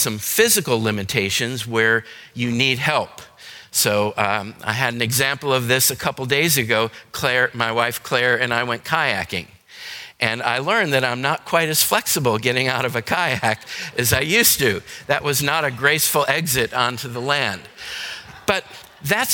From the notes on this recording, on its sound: Today's podcast is a session recorded from our Alzheimer's and Dementia seminar held here at McGregor Baptist Church on February 19, 2022.